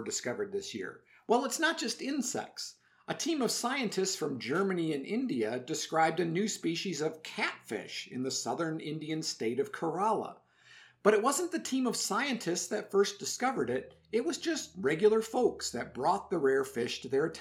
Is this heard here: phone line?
no